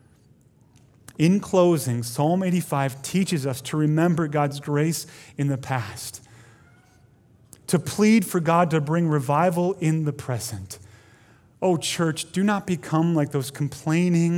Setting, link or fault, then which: setting, large echoing room